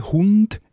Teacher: ND, Hund, ist ja mit der Zungenspitze